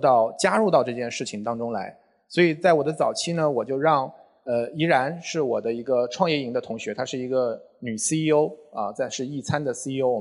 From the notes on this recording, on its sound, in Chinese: 这期节目就是当天的现场收音